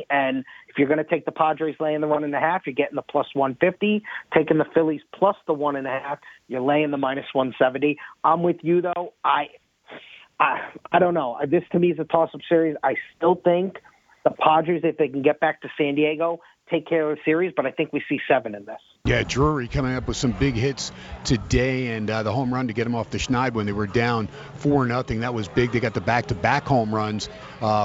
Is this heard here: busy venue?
yes